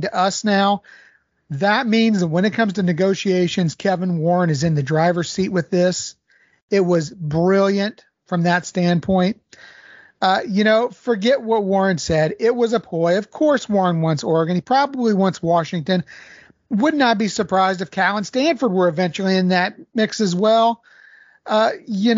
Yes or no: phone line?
no